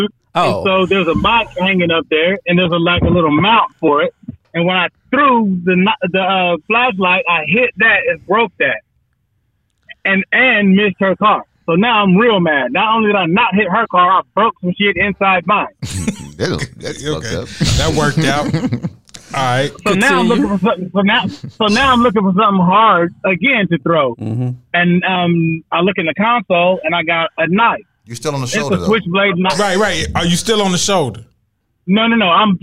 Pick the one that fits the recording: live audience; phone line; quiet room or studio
phone line